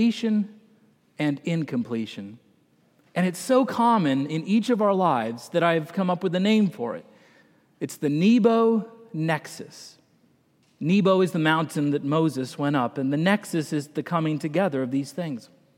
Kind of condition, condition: setting, large echoing room